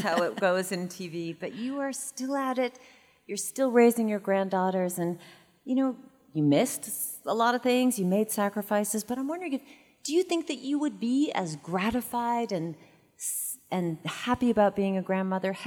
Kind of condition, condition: setting, live audience